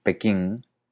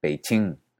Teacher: el sonido de K y de TS antes de una I se convirtió en Che · Shown in: second take